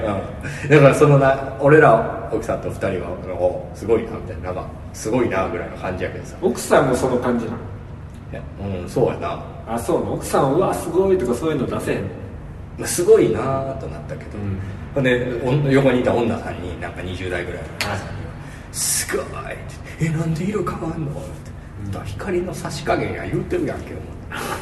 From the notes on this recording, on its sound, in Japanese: 渋谷のとあるスタジオで録りましたが、ものすごく反響しております。